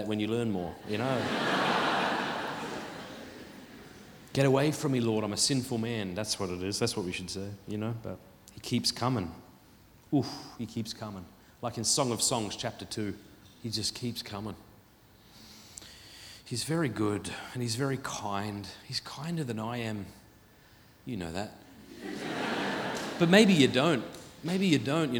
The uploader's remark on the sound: Filmed at the Purpose Conference 2023.